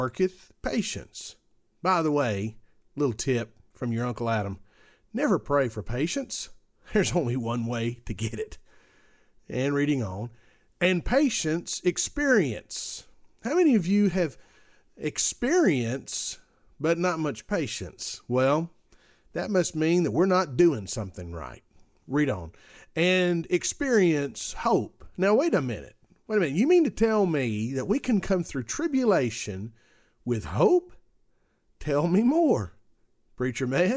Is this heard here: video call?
no